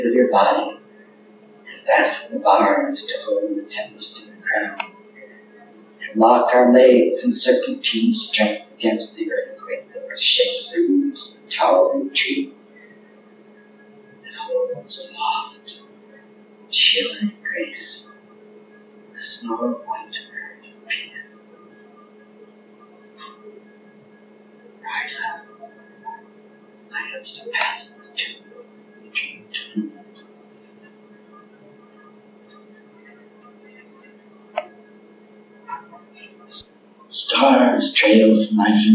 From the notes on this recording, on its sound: The godawful audio track on this VHS recording. There are still a few room noises and phantoms, but it's not 80% or more VHS tape drag noise any more. There's some ghosting/modulation in sections but it is what it is.